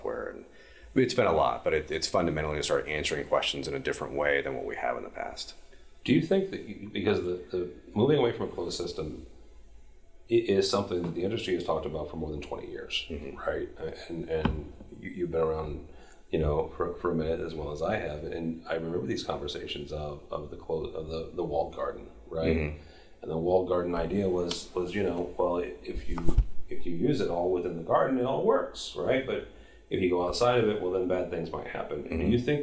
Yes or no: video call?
no